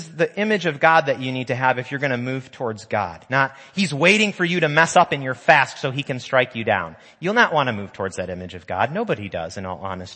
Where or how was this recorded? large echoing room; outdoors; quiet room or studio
large echoing room